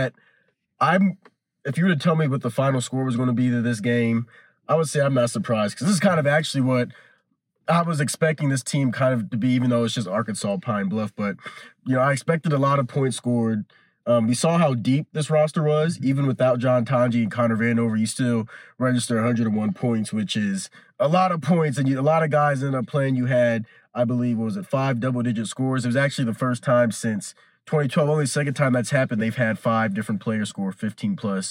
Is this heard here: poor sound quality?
no